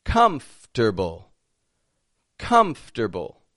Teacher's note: spelled as a four-syllable word, but we only pronounce three of them, and we rearrange some of the letters.